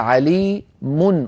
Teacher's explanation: نطقت ميما مضمومة بعدها نون ساكنة، من علي من ميم مضمومة بعدها نون ساكنة.